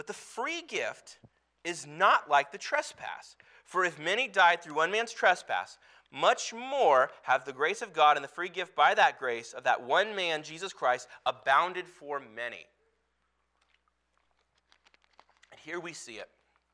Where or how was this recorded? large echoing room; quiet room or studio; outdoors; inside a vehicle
large echoing room